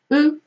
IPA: ə